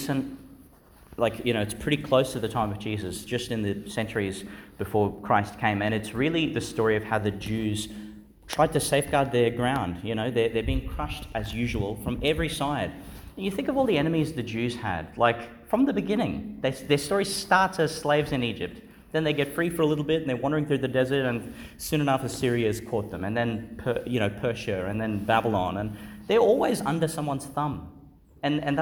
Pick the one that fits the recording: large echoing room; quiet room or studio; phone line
large echoing room